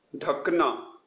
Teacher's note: similar to D but aspirated